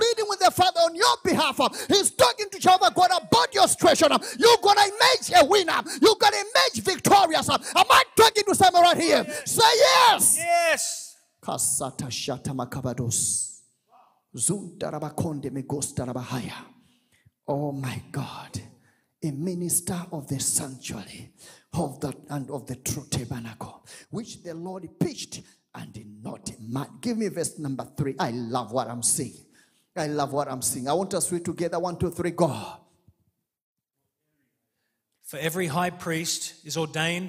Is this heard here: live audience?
yes